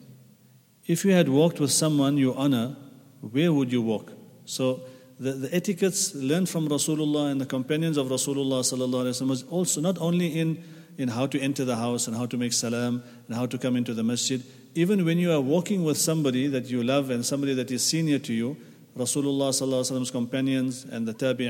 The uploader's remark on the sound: at the Houghton Masjid (West Street)